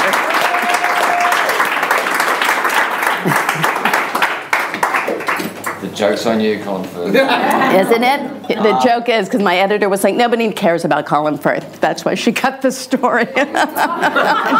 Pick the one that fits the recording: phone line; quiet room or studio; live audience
live audience